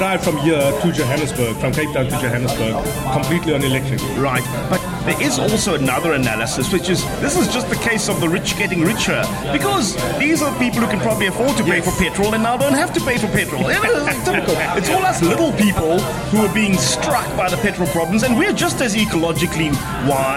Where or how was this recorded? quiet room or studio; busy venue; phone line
busy venue